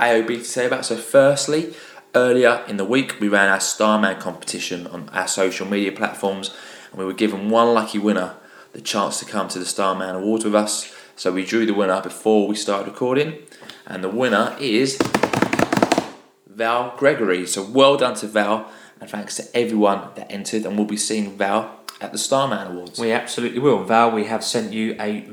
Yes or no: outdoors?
no